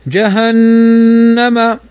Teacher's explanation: جهنم نون فوقها الشدة فتغن بمقدار حركتين